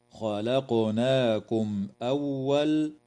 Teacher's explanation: وتظهر الميم الساكنة عند الهمزة في قوله تعالى خلقناكم أول